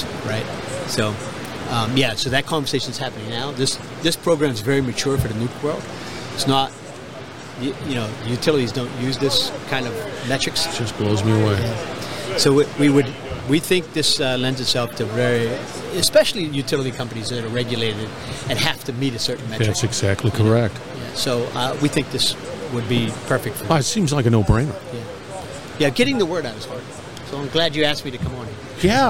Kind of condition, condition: setting, busy venue